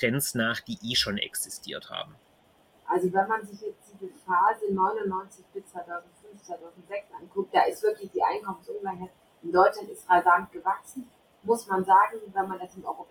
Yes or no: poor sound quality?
yes